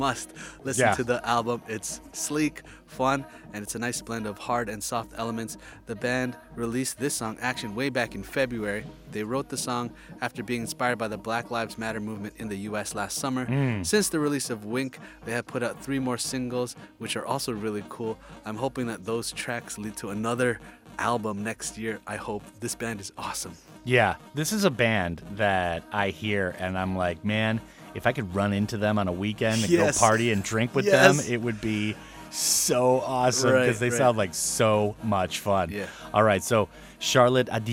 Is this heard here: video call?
no